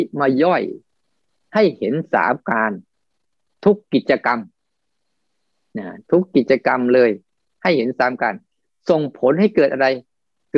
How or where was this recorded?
video call